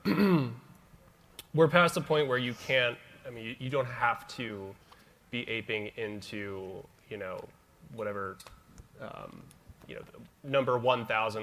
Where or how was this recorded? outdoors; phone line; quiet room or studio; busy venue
busy venue